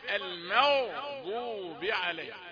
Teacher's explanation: الميم رقيقة والغين مفخمة، لا يخرجون من مخرج واحد. الماء ميم رقيقة، المغضوب عليه، المغضوب عليه بلا تلكؤ ولا يعني بذل مجهود زائد عن اللازم ولا تصنع ولا أي شيء، باللطف في النطق بلا تعسف.